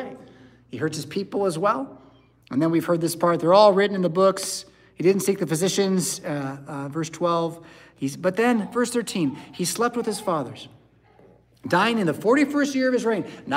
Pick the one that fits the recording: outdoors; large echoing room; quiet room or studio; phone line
large echoing room